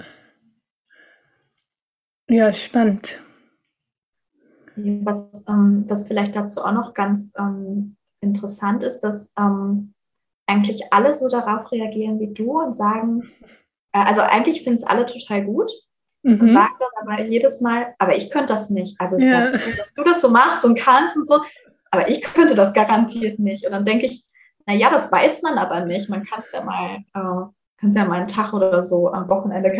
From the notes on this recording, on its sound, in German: Hatten wir auch diesmal wieder ein paar Soundprobleme, da wir die Folge über Zoom aufnehmen mussten. Leider hört man dies etwas.